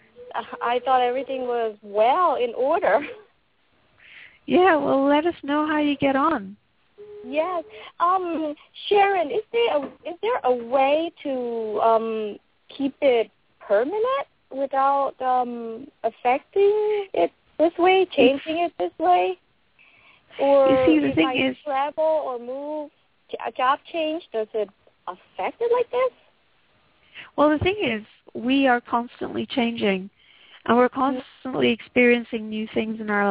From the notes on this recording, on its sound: Takes your calls for healing live today!